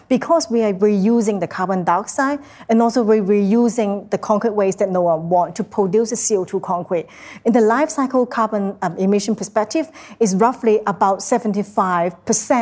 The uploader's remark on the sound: Recorded live in conversation. At Powerhouse Ultimo.